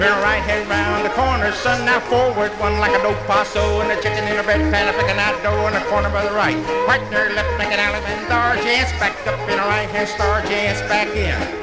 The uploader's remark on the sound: 1964 Blue Star Jubiliee in Houston, Texas. From the 1964 Blue Star Jubilee Square Dance held in the Sam Houston Auditorium.